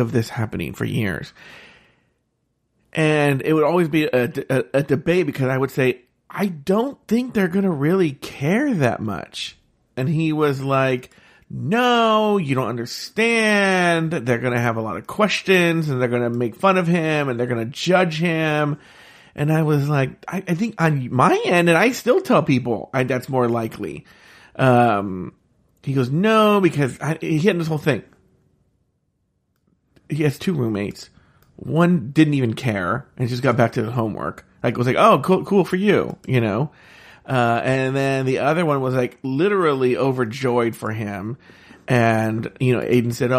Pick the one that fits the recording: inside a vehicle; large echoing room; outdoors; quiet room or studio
quiet room or studio